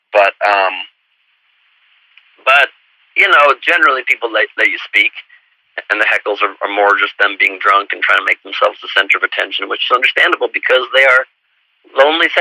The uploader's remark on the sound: Called in for our end of the year program to share some personal highlights of the past year.